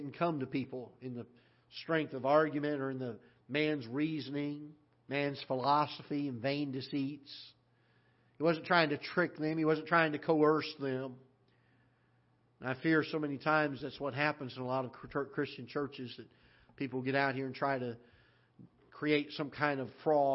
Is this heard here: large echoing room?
yes